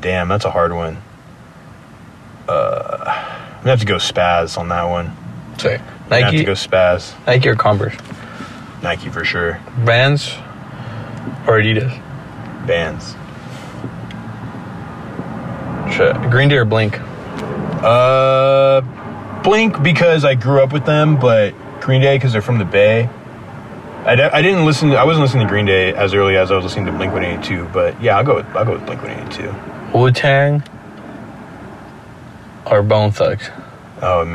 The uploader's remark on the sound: Sit down outside a gig in San Jose California.